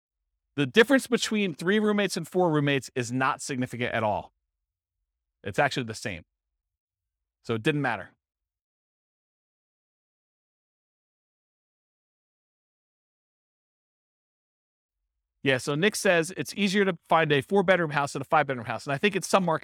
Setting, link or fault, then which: setting, live audience